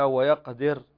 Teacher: فهنا راء ساكن وما قبلها حرف مكسور فترقق الراء